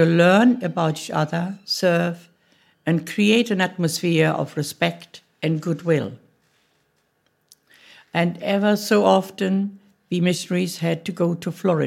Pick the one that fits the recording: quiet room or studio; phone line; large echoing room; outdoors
large echoing room